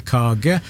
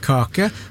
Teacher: vi har bløde konsonanter i Rogaland og sier kage og ikke kake · Shown in: first take